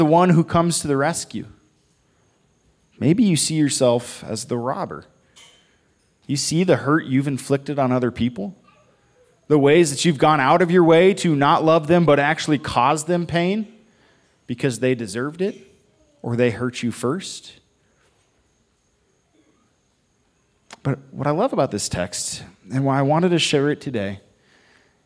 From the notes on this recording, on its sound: Audio only for this one because we met outside at Victor Ashe Park